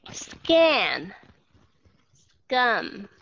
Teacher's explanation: Các bạn sẽ thấy không còn aspiration nữa